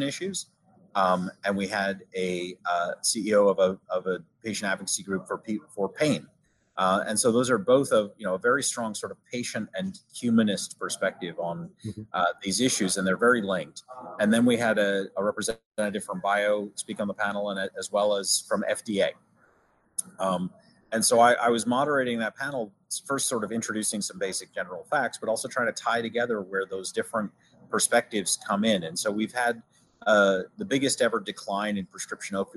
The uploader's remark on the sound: joins us from the floor of the BIO convention, taking place in Philadelphia this week